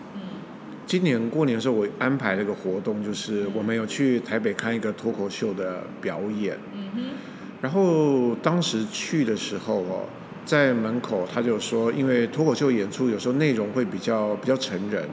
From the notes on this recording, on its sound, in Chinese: 臉書同步直播。這集同步在FB直播，所以現場收音比較吵。